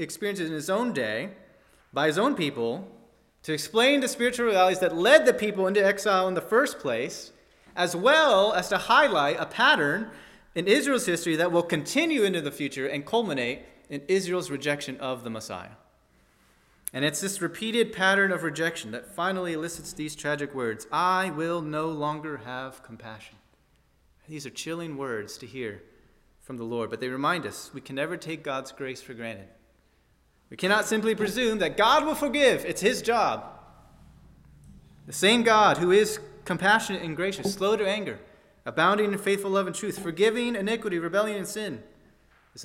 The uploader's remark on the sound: at First Baptist Church in Delphi, Indiana